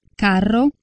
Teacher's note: Il grafema R, sempre all'interno di una parola, che corrisponde al suono alveolare vibrante multiplo R